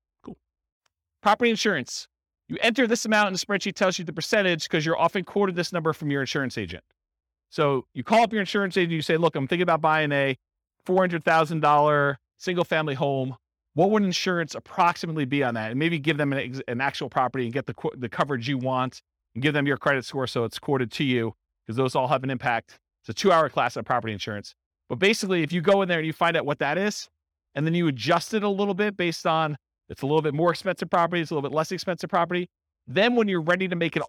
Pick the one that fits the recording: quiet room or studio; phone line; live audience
live audience